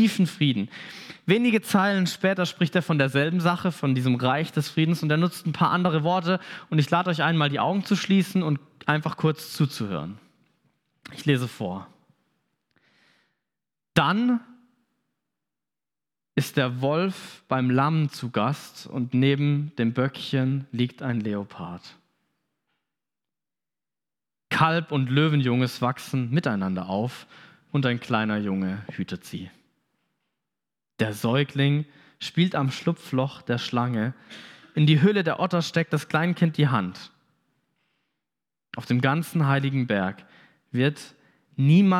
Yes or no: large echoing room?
yes